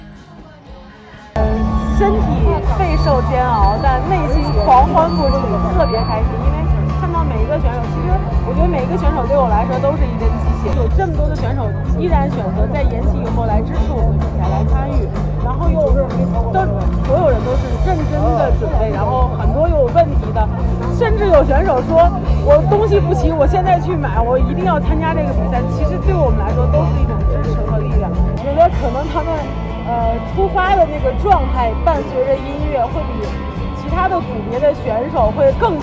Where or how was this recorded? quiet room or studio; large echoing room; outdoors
outdoors